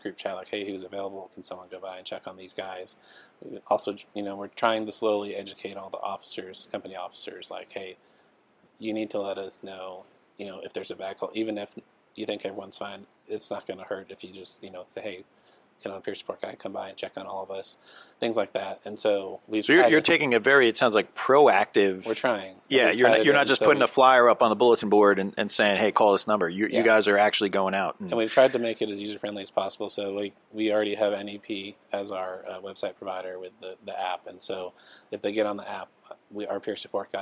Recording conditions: busy venue